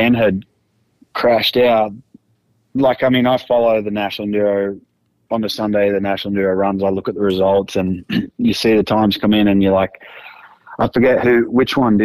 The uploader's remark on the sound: In studio with call in guest.